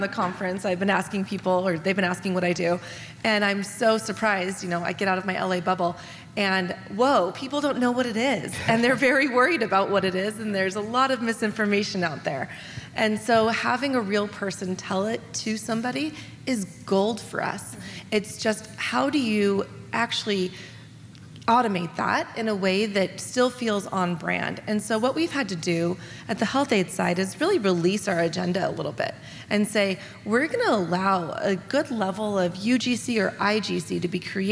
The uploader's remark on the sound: At the Retail Innovation Conference & Expo (RICE). We go back to a panel of marketing leaders.